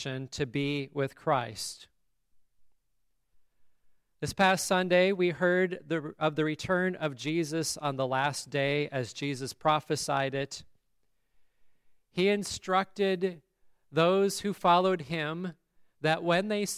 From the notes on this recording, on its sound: The service at Grace Lutheran Church, Lexington, MO on December 13, 2023.